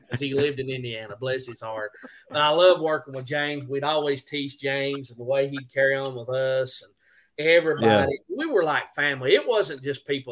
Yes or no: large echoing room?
no